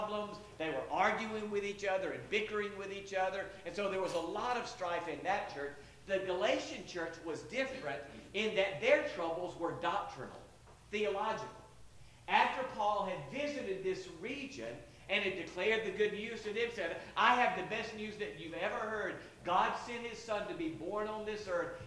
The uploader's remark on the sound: Sorry if there are technical issues (low volume) with this one.